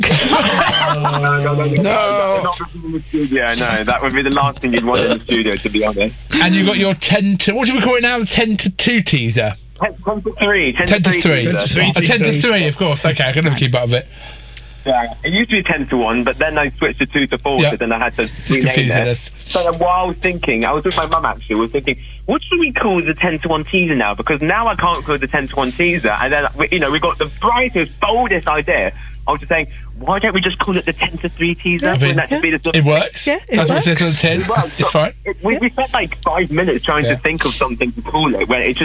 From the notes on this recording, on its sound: Phones in for a chat.